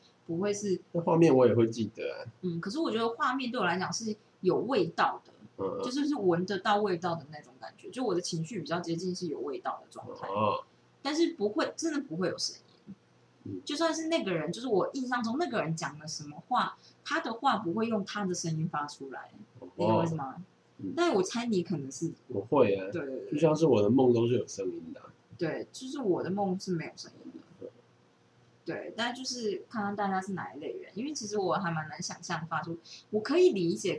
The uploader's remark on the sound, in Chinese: 為什麼最近錄音聲音都好小